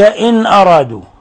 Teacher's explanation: نون ساكنة جاء بعدها الهمزة، الحكم التجويدي إظهار حلقي